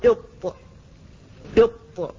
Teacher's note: فاللسان يلامس أصول الثنايا العليا عند منبتها بشدة